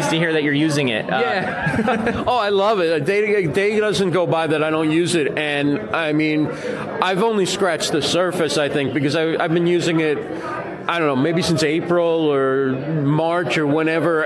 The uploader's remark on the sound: Recorded live at VidSummit 2018 in Los Angeles.